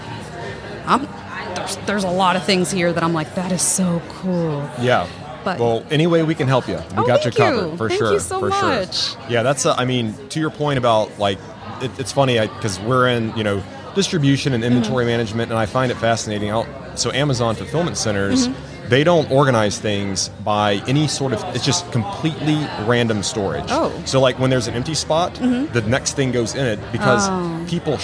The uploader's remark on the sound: LIVE from HAVEN 2022